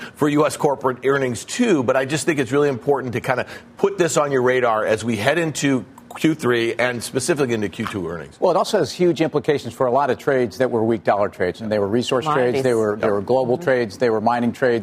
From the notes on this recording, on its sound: we’re live from the Aspen Ideas Festival